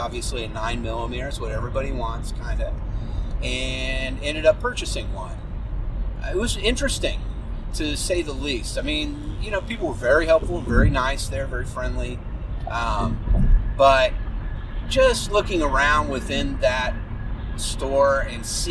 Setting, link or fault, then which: setting, inside a vehicle